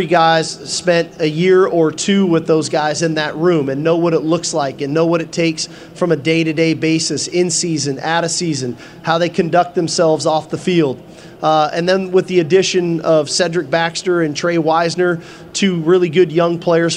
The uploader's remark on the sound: press conference at Big 12 Football Media Days